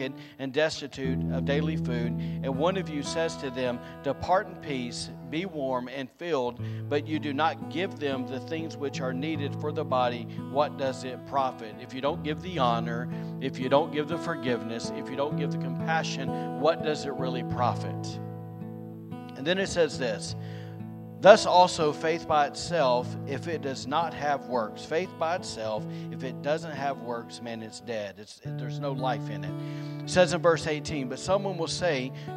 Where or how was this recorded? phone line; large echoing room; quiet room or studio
large echoing room